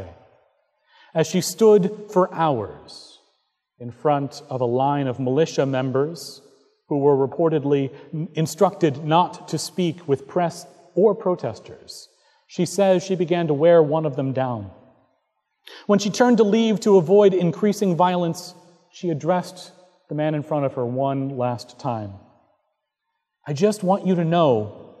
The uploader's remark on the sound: Recorded August 20, 2017 at Trinity Presbyterian Church in Bixby, Okla.